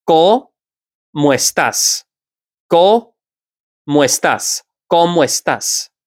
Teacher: So we're going to blend when there are two, one word ends in a vowel, the next word starts in a vowel, you blend them together